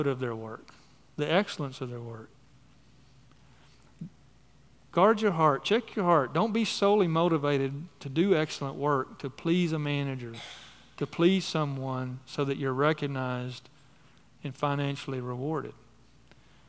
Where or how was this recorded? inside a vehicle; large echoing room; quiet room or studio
large echoing room